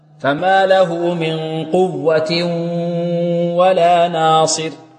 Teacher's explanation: فما له من قوة ولا ناصر، قوة، وهذا خطأ. يعني الآن نأتي بغنة من الخشوم مع صوت من الفم · Term: الغنة